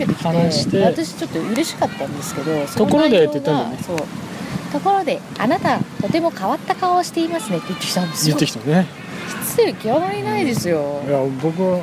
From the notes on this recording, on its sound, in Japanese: 外で収録してみたよ！今回初めて外で録音してみました。環境音が激しく入ってます。